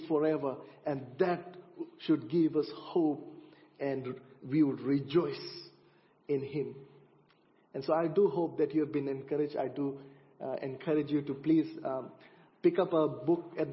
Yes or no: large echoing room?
yes